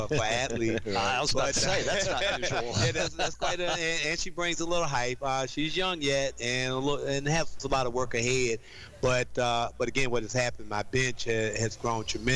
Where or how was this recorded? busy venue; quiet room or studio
busy venue